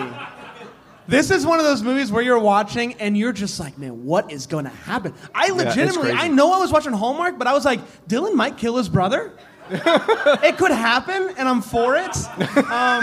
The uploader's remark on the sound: LIVE from NYC